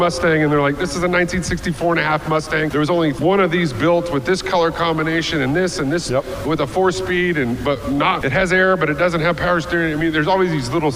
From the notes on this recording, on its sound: This episode is brought to you from Barrett-Jackson Scottsdale during Auction Week from the Shell/Pennzoil Live Stage.